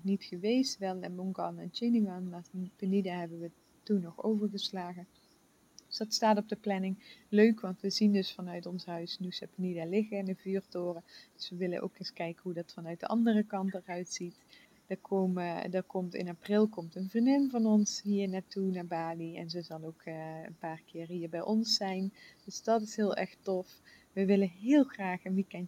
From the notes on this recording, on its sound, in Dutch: Na 3 maanden zijn we weer terug in ons eigen huis op Bali! Vogelgeluiden én weer vanuit de hangmat!